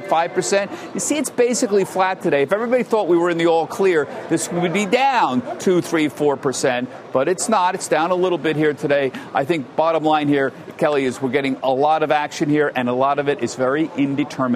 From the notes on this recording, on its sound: we’re live at the Port of Long Beach